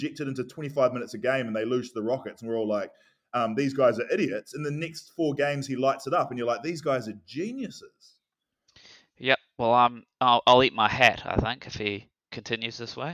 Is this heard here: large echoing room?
no